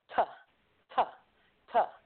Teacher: The first letter, T, is a stop. Disrupts airflow. Quick, sharp, staccato